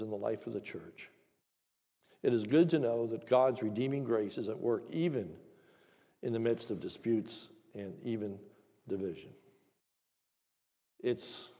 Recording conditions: large echoing room